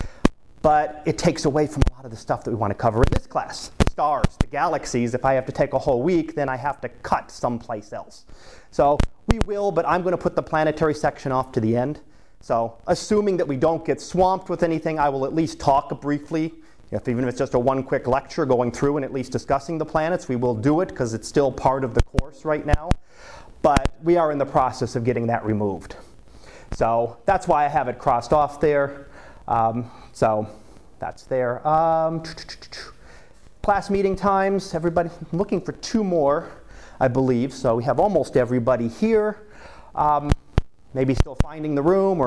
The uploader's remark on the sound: Live Class Lecture